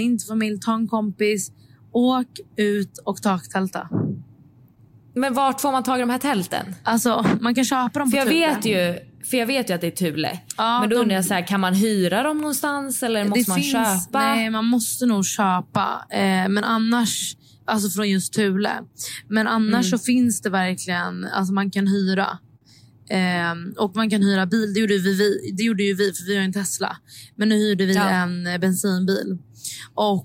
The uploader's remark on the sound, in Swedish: Om ni undrar varför ljudet är lite annorlunda i detta avsnitt beror det på att campingexperten poddade från bilen i sann campinganda.